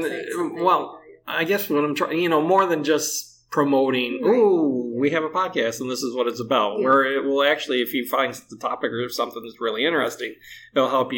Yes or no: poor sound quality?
yes